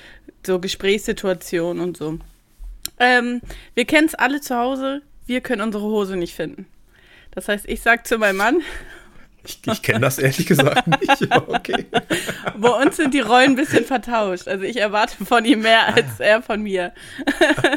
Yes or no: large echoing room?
no